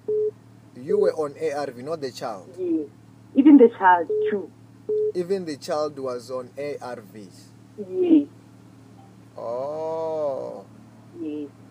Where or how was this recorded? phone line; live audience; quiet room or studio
phone line